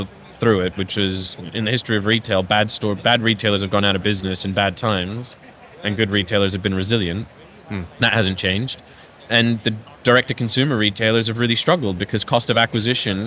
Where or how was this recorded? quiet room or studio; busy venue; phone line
busy venue